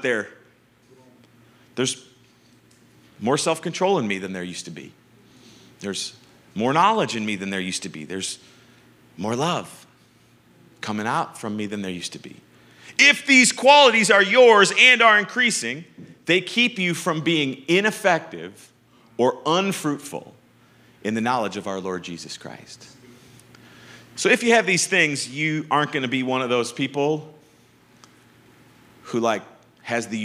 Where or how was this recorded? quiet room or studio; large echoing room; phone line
large echoing room